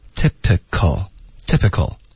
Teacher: 音节结尾呢注意不要动嘴唇，别发成 typical, OK?是 typical,是动舌尖的